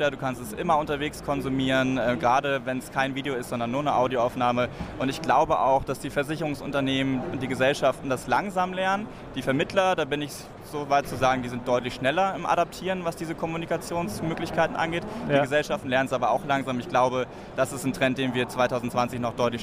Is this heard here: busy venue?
yes